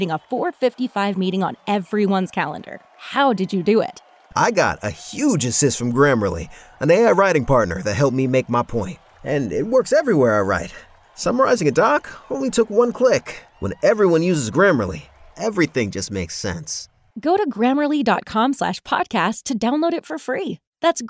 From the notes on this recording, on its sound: LIVE coverage of the CFL's Grey Cup Week from Baller's Rec Room in Regina, SK!